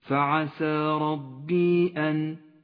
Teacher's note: بعد ذلك المد المنفصل في قوله تعالى فعسى ربي أن يؤتيني خيرا من جنتك، فعسى ربي أن، انفصل حرف المد عن الهمزة كل في كلمة. المد المنفصل مد جائز، اخترنا قصره على حركتين تسهيلا على القارئ المبتدئ.